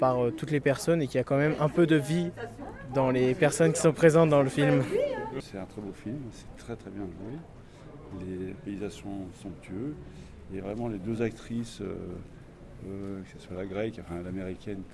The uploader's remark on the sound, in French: Micro-trottoir.